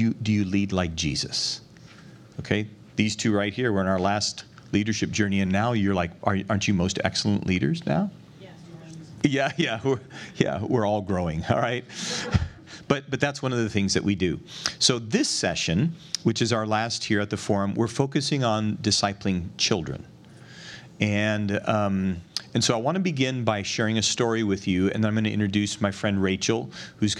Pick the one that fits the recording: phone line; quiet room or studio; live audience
live audience